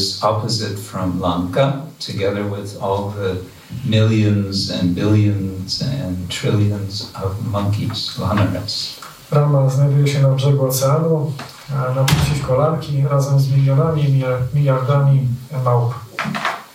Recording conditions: large echoing room